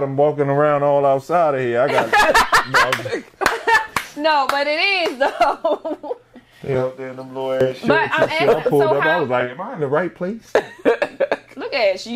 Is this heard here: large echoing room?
no